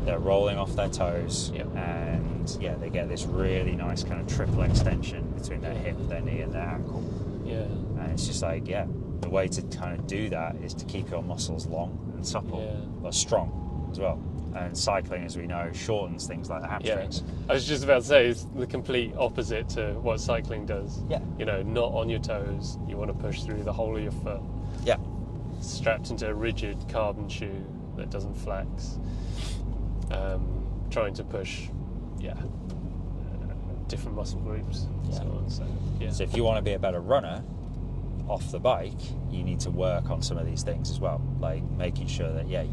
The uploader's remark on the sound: They're still in the car and the fuel light has come.